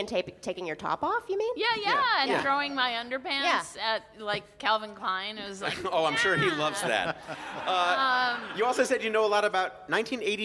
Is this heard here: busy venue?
yes